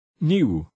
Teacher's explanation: To say this combination of vowels, you put the sound I in front of U.